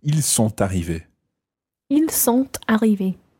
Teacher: you probably would pronounce the T of sont arrivés